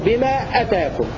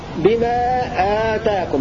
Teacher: قرأ أبو عمرو بقصر الهمزة وبحذف الألف في الألف التي بعد الهمزة · Term: مد بدل